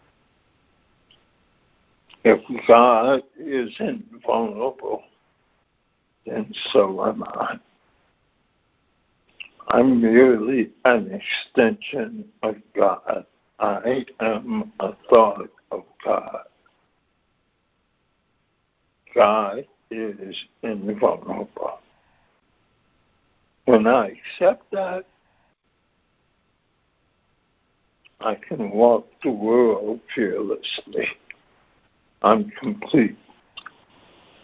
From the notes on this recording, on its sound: ACIM Daily Conference Call.